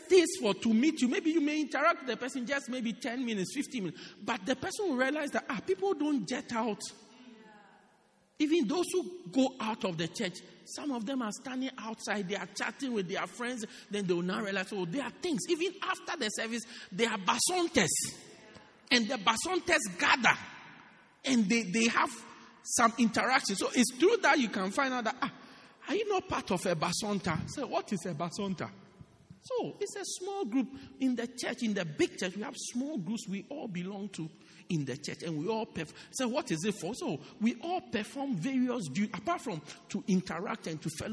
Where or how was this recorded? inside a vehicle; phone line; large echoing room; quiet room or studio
large echoing room